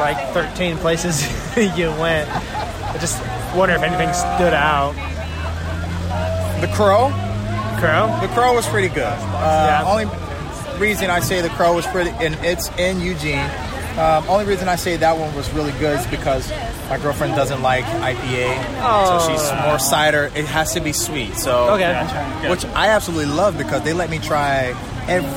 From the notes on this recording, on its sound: record live at Hendricks County’s 3rd annual Hoppy Halloween beer festival